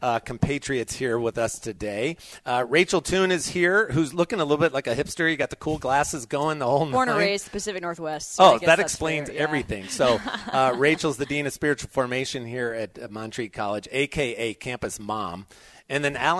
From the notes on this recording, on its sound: Talks to people at the Christian Ethics Conference about Montreat College.